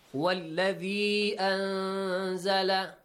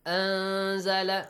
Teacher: How do you do it? We hide the sound of the Nun. · Term: إخفاء